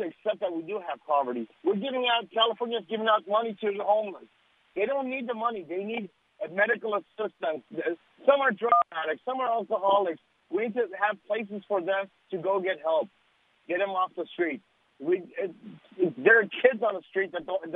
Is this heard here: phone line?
yes